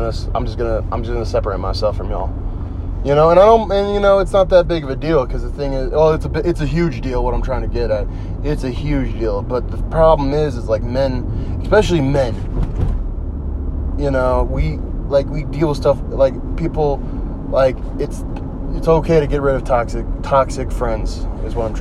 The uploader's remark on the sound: Driving home